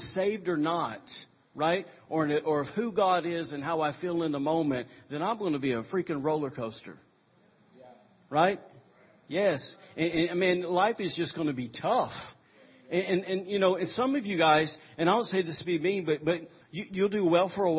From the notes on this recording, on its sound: recorded on Sunday, July 16, 2017, during morning service at Celebration Life Family Church